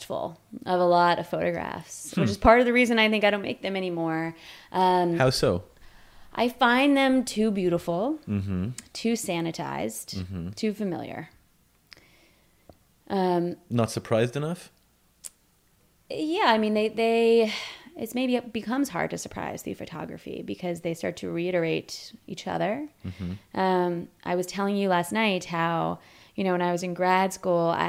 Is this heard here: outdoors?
no